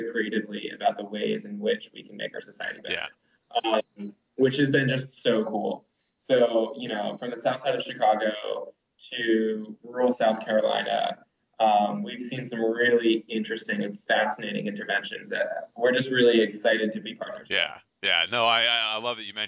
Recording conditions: drop-outs